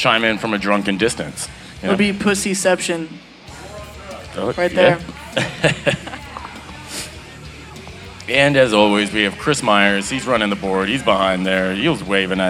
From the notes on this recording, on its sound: Taking over the stage of The Lost Well in Austin, TX on Mondays. Recorded Live at The Lost Well in Austin, TX.